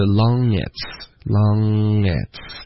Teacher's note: Long 跟 it's 很多的人都没有在连读呢